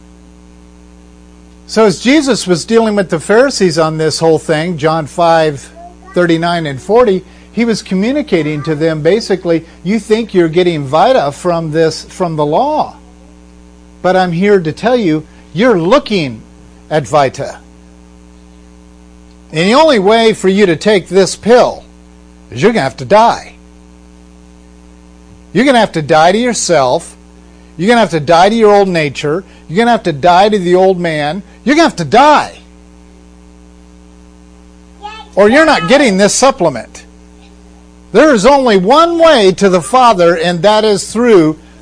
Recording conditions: hum or buzz